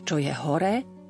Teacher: Snažme sa to intonovať smerom nahor, aby bolo jasné, že veta pokračuje.